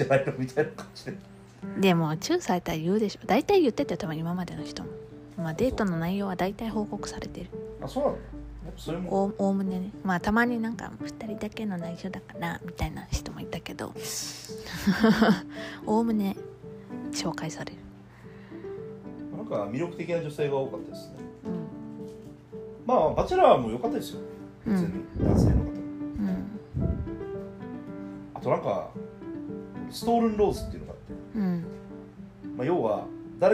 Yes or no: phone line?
no